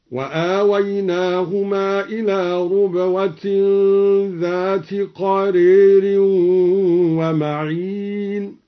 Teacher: قرأ الدوري بضم الراء ربوة، والضم لغة في ربوة وهي المكان المرتفع، هكذا: وآويناهما إلى ربوة ذات قرير ومعين.